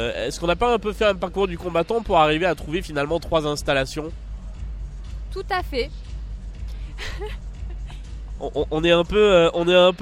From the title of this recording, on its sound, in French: En direct de la Nuit Blanche 2019